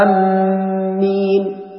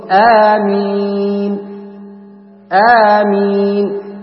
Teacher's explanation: لأن المد الأول مد طبيعي، مد مقدار حركتين، ثم الأخير مد عار والسكون، ممكن توده إلى ست حركات · Shown in: second take